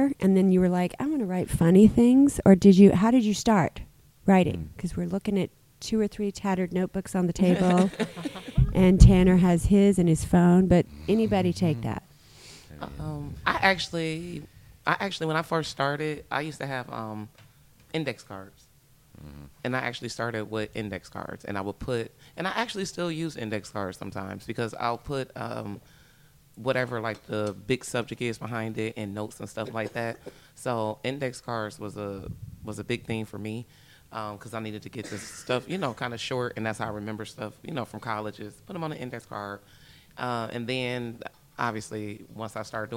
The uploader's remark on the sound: Live from Verts in Traverse City. During the Traverse City Comedy Festival. Verts Neighborhood Dispensary.